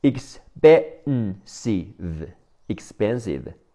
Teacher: P 本来发坡，在这里变成波